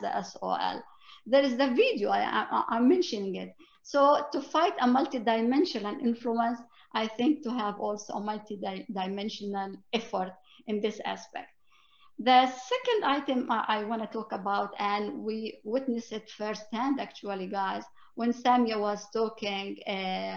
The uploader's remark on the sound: Two-part online event series. Round table discussions featuring educators, activists, civil rights advocates, and law experts. This event was held online via Zoom.